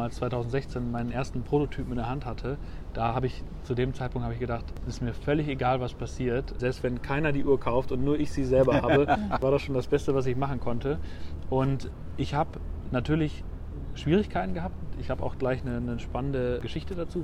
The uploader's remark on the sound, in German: Auf einen Spaziergang